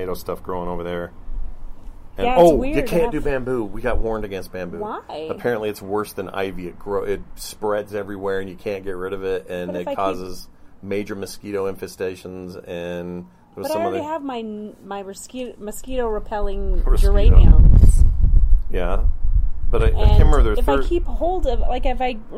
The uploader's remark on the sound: Outside and the mic had a lot of wind and it annoyed me.